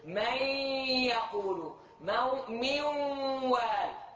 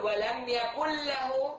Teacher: نحو صوت النون والتنوين إذا أدغم في الياء والواو، الياء والواو ما فيها غنة أبدا، لما تدغم النون فيها يبقى وصف الغنة الذي هو للنون وليس للياء والواو · Shown in: first take · Term: إدغام ناقص